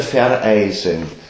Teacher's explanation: wenn man nicht in einem Fluss spricht, sondern wieder neu ansetzt zu sprechen, dann ist so eine Art Einschaltlaut der Stimme